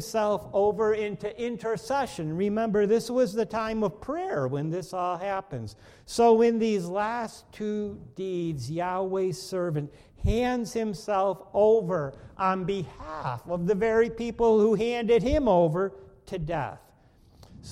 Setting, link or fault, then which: setting, large echoing room